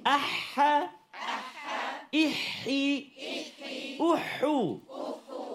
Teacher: Huruf ha terletak di rongga kerongkongan kita di tengah.